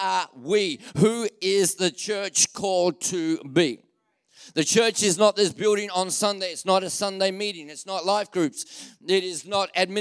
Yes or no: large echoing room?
yes